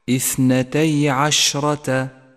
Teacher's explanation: ينتشر حرف الشين في الفم فيتقوى ويتوضح · Term: صفة التفشي